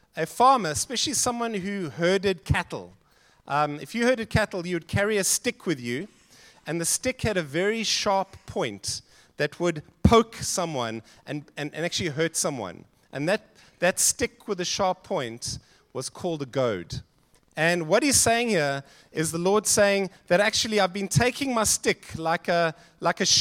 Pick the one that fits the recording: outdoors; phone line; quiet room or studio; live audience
live audience